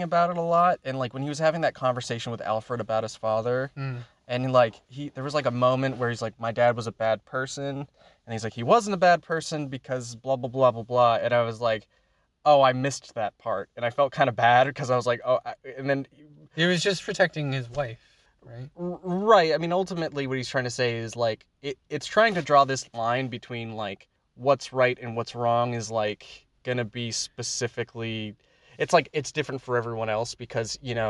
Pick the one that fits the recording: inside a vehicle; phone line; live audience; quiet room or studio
inside a vehicle